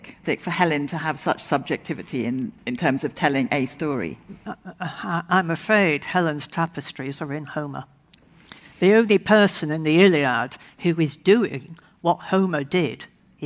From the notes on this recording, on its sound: Hay festival special. Highlights from the annual books festival held in the Welsh town of Hay-on-Wye.